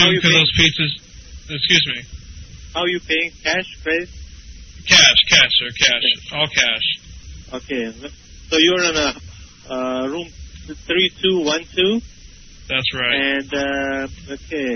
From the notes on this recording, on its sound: Prank Phone Calls. Original Telemarketers Conference.